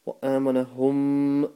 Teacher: the a is stretched for a second because of the standing fatha on it. Wa amanahum, you got another ghunna there.